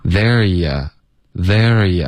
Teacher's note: 本来是 there yougo，那 you 呢，我们就弱读为 yeah，就 OK 了，there yougo， there yougo，OK，然后大家要注意我们的云语调，我们的重音是 there， there yougo， thereyou go，他做完的那个动作就说 there yougo